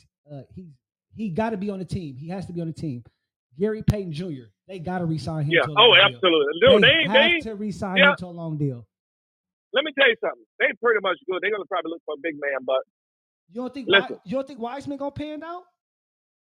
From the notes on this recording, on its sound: Phone Interview.